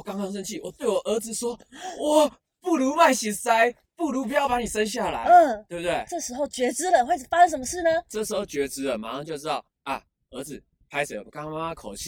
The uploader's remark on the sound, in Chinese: 首創戶外錄製。擎天崗。